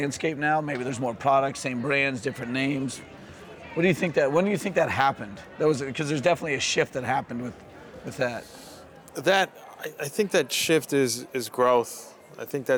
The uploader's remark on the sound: Live from New West Summit